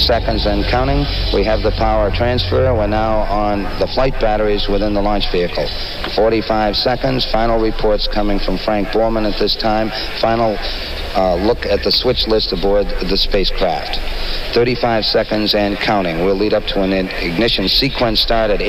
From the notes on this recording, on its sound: Set at Dekmantel Festival 2019.